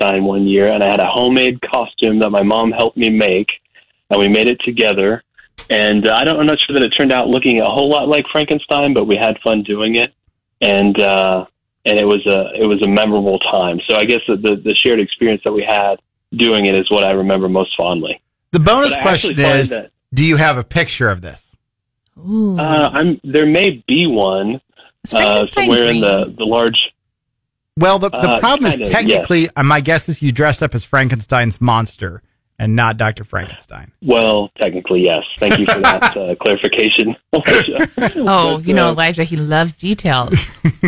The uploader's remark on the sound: calls in from the Newton County Bean Feed